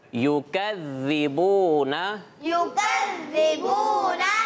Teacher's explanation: ذال پر تشدید آ گئی ہے تو ذال پہ جماؤ بھی ہوگا